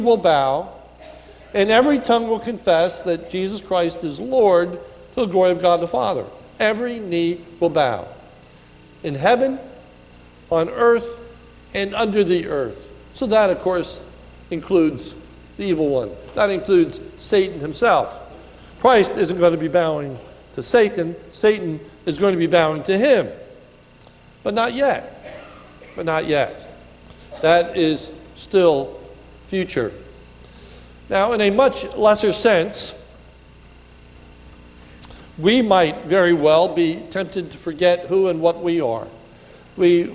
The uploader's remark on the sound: This is a sermon recorded a the Lebanon Bible Fellowship Church in Lebanon, PA on 1/6/2019 during the morning service